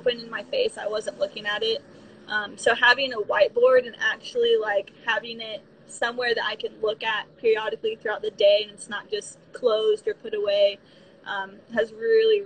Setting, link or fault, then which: link, video call